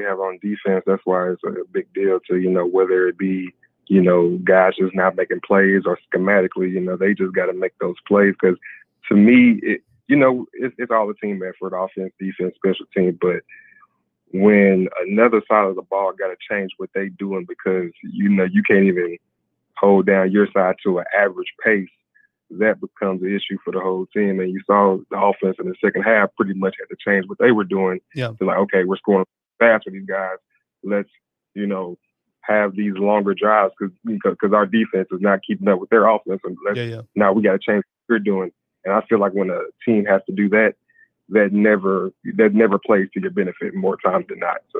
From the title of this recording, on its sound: Post Game Call-In Show